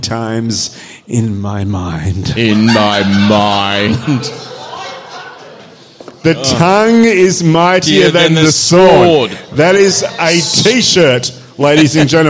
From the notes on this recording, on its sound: We're back for the second half of our 300th live show